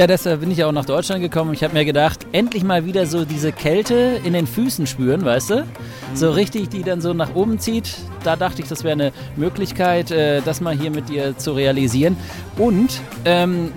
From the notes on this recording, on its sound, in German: Live vom Weihnachtsmarkt